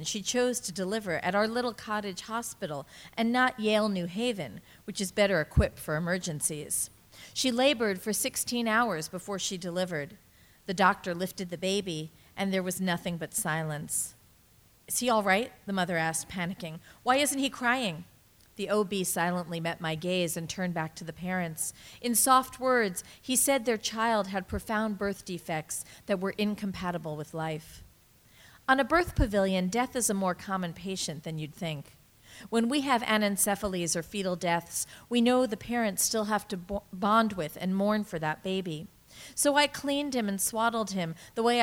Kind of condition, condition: setting, live audience